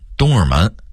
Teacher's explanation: 东直门的直字也容易被东的音给吞了 · Term: 吞字或变音